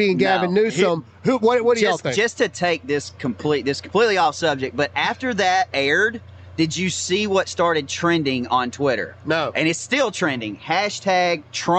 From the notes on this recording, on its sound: LIVE FROM DEBATE STAGE. We're LIVE from Tuscaloosa for the 2nd place debates!